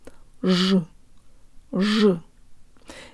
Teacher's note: Ж is pronounced with the tip of the tongue curved upward, but with the rest of the tongue low, with a sort of cup shape, making lots of space in the mouth.